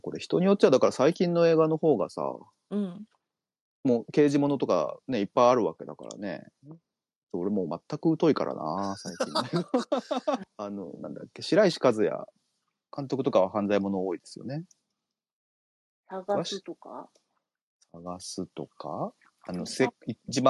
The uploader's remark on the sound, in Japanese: この配信は、2023年1月にスペースで収録した音源を編集したものです。生活音とかノイズとかふとしたネタバレとか、色々ごめんなさい。